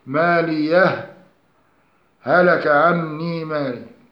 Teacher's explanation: إظهار هاء ماليه مع السكت عليها لمدة حركتين من غير تنفس